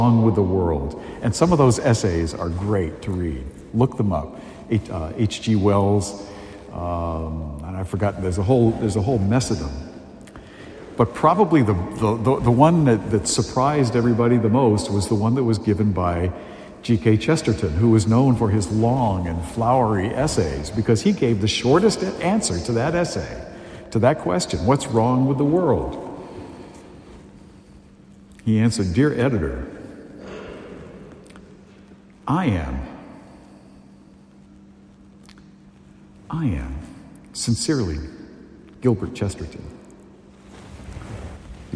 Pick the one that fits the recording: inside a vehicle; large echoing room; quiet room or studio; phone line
large echoing room